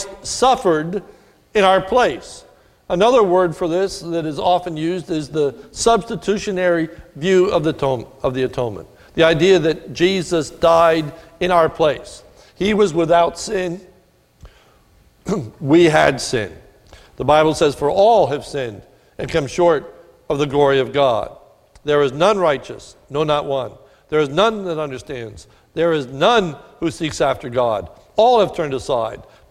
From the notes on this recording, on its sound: This is a sermon recorded at the Lebanon Bible Fellowship Church in Lebanon, PA on 10/01/2017 during the morning service. It was taken from 1 Peter 3 and was a communion message.